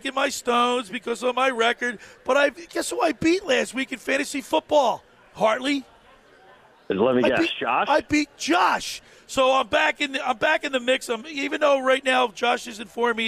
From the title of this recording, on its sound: Sunday's Live Broadcast at the Caesars Sports Book inside the Tropicana